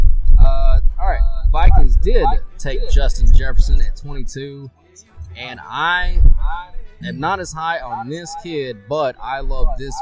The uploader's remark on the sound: We do a live video poolside. Come listen or watch us drink beer and entertain you for an hour or so!!!